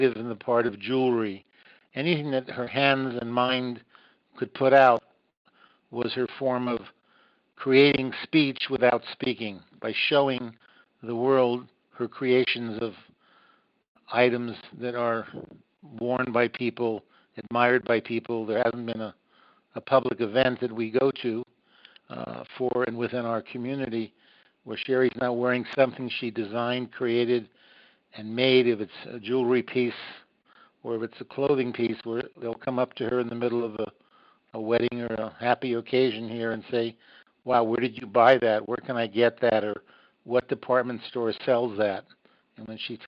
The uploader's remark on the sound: visit on the phone from Jerusalem